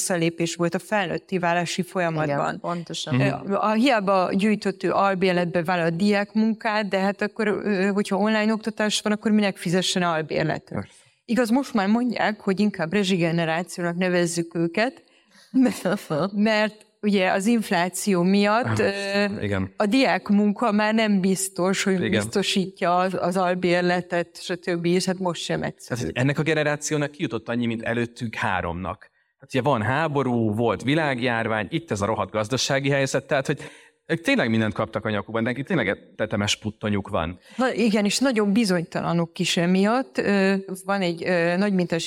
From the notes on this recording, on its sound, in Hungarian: Aktuális epizódunkat a hévízi Hotel Európa Fitben rögzítettük. Először Magyarországon, élő közönség előtt.